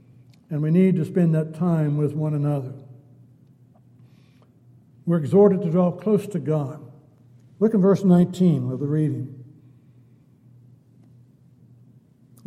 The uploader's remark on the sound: Downtown Church Of Christ Audio Sermon